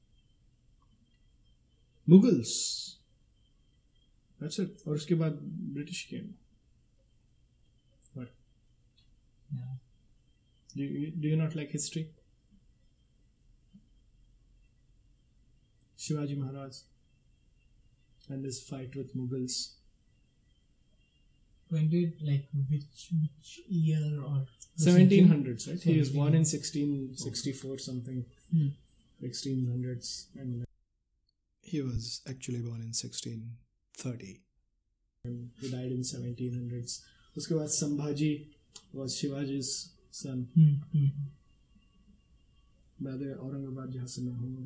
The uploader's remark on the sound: I apologize for the background noise, I will record better audio next time.